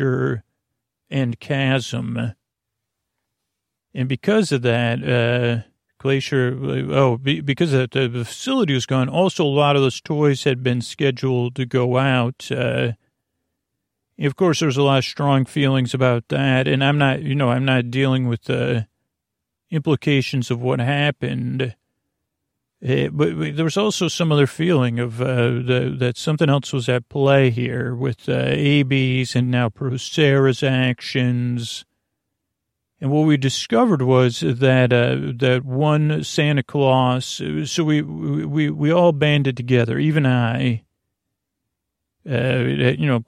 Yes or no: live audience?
no